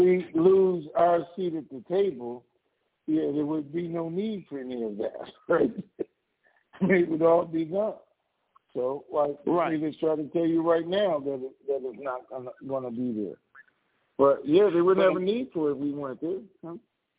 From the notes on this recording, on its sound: TNTSuperfantastic Conference Call.